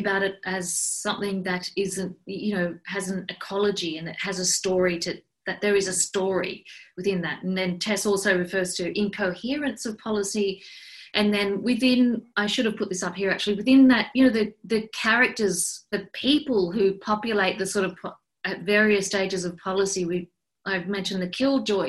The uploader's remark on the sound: This event was held via Zoom on Friday 11 September, 2020